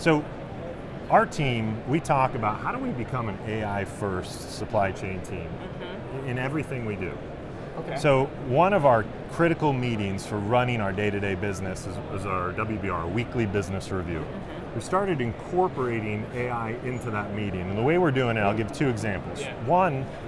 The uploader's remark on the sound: Live From NRF.